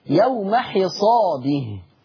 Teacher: عندنا كمان: وآتوا حقه ليست كحفص يوم حصاده بفتح الحاء، إنما قرأها ورش بكسر الحاء